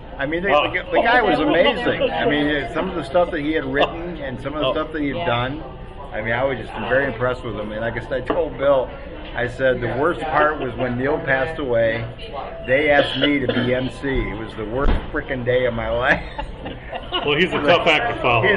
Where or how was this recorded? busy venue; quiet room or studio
busy venue